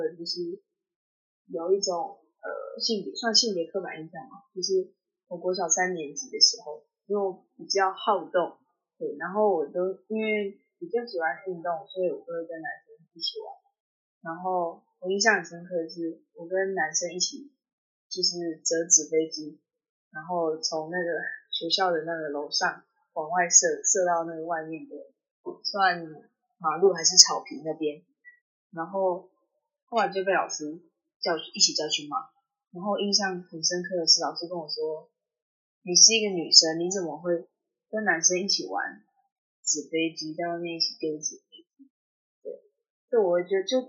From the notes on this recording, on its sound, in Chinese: 本集因受收音影響，故雜音較多，敬請見諒。